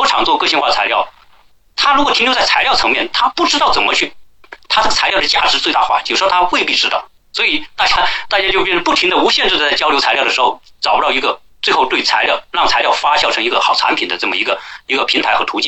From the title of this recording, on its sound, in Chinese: 转录内容音质差